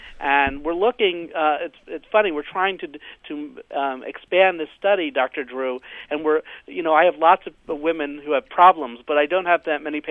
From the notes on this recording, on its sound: they take a listener phone call